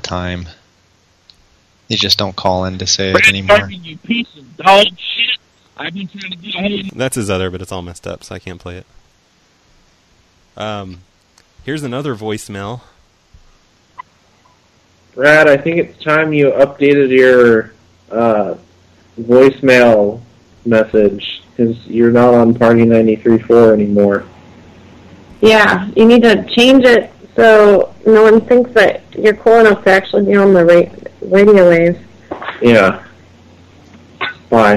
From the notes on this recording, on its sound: …'s Personal Prank Phone Calls Collection.